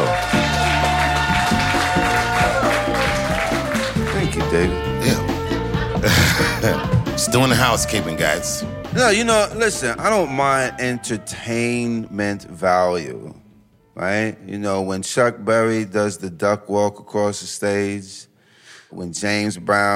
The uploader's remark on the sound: Recorded live in 2022 at the Blue Note Jazz Festival.